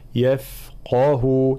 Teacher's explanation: تفخيم القاف وترقيق بقية الحروف، يفقه وإعطاء الرخاوة في حرف الفاء.